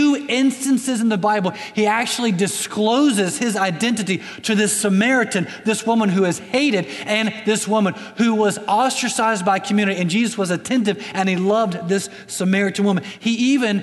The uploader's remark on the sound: Recorded on October 6, 2019 at Graceland Baptist Church in New Albany, Indiana.